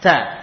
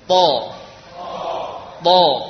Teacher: Namun kalau da nafas mengalir, to, ya nafasnya tertahan. Tekanan pada pangkal gigi seri atas juga kuat. · Term: sifat isti'la